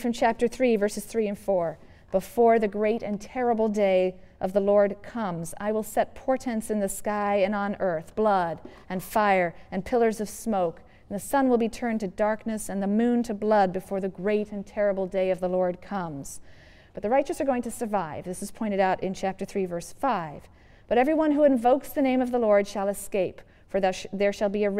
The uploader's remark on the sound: Yale Lecture